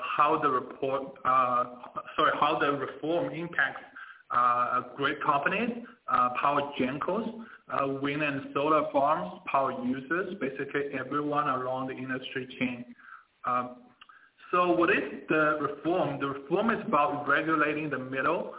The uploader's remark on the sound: Teleconference Replay: China's Power Reform by Fitch Ratings.